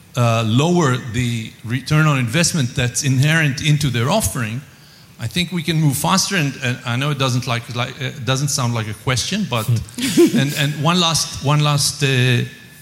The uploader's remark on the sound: This week’s episode of Watt Matters is a special live recording that formed part of the Euroheat & Power congress in Turin (May 22nd-24th).